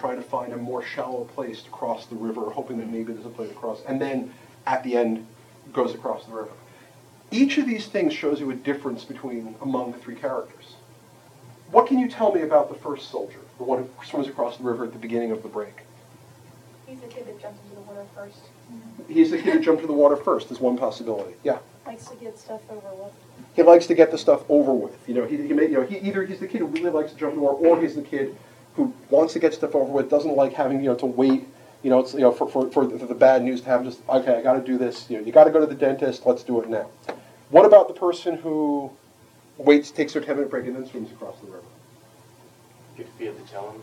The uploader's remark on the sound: An excerpt from the lecture. Gave at Odyssey in the summer of 2007.